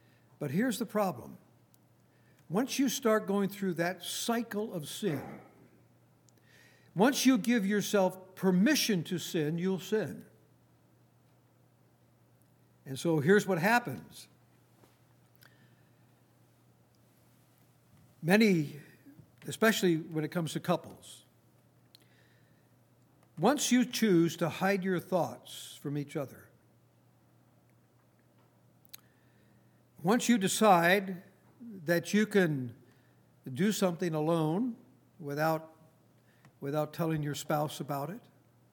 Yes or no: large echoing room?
yes